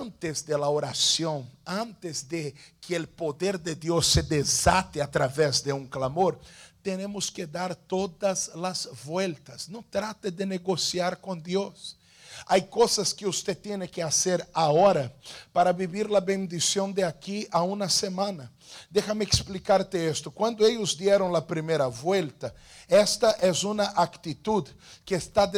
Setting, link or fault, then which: setting, large echoing room